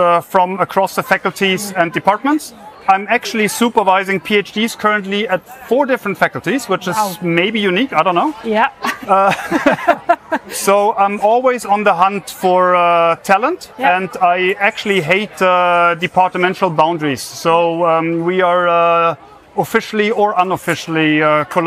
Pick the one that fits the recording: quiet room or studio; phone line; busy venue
busy venue